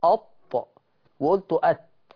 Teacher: الكل هيقول لي نفس النقطة نفس المخرج، الطاء والتاء من مخرج واحد